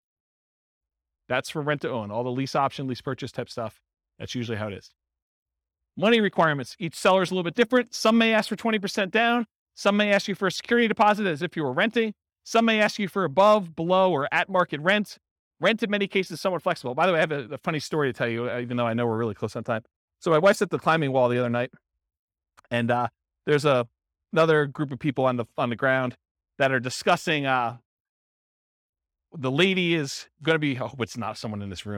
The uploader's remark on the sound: This was a live class recorded